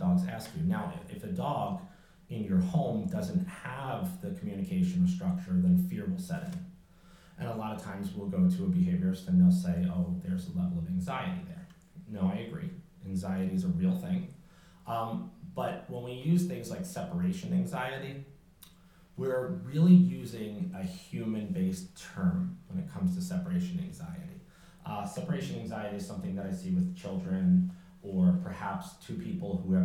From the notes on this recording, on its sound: Have a listen to my lecture at the Chatham Public Library in beautiful Chatham New York. It was a great day with an amazing group of people.